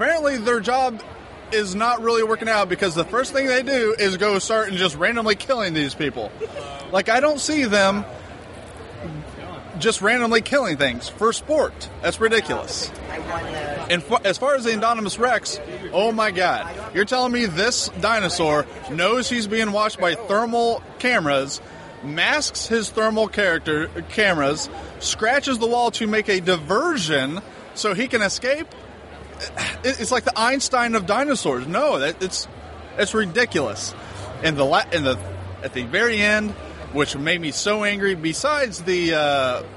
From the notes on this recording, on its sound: Indy PopCon 2015 - Wrap-up and Booth Recordings with Con Attendees.